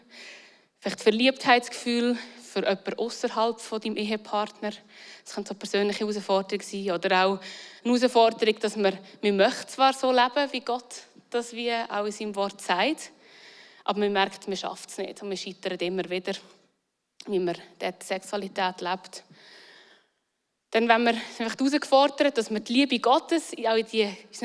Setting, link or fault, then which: setting, large echoing room